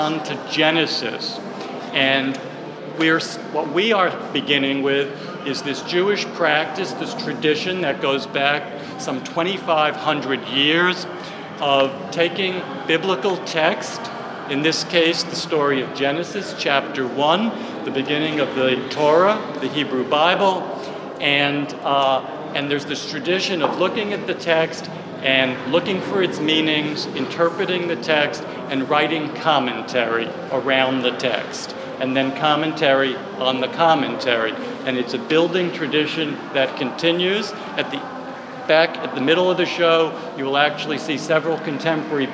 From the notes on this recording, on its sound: We’ll join a media preview tour of San Francisco’s new Contemporary Jewish Museum. We’ll join a media preview tour of San Francisco’s new Contemporary Jewish Museum.